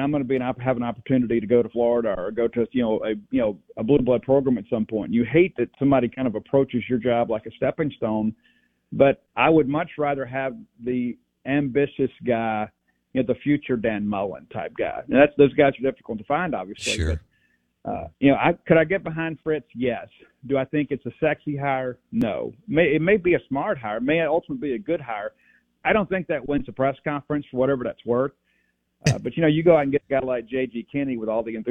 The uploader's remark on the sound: Joins the show on the Farm Bureau guest line talking about the biggest stories with Mississippi State live in the BankPlus Studio.